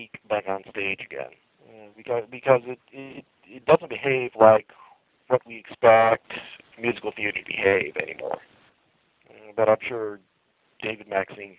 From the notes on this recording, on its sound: This interview was "phoned in" and the sound quality is not pristine.